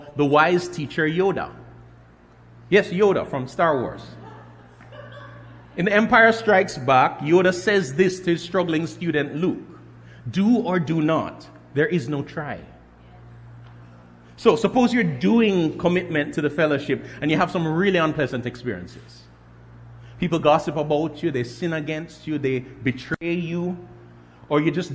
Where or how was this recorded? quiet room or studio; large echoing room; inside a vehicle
large echoing room